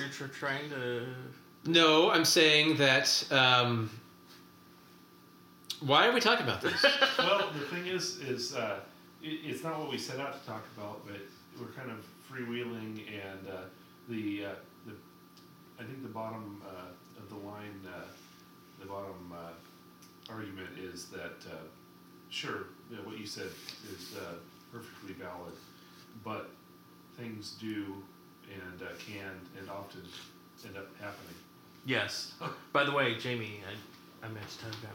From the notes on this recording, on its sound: dealing with technical hurdles using our new recording equipment